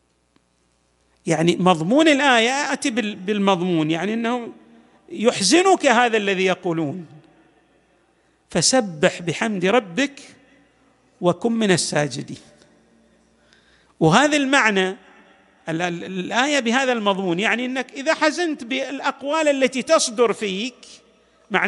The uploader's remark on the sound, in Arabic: تسجيلات جامع الإمام علي عليه السلام